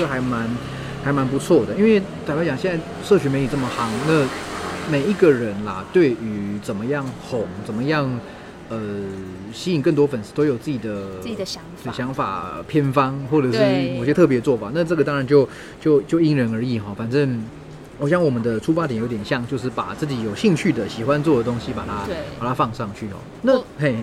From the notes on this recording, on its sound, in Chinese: 流落街頭、戶外錄音QQ